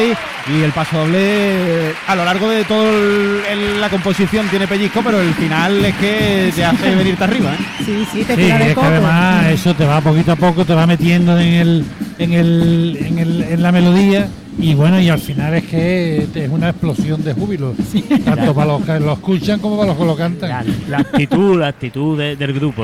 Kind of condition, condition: setting, live audience